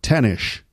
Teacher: Sean Connery, instead of saying s, will say sh